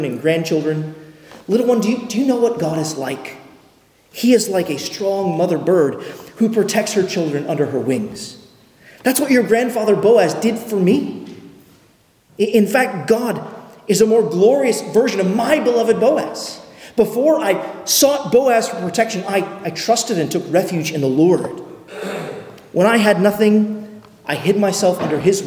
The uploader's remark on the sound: at Arlington Baptist Church in Arlington, Virginia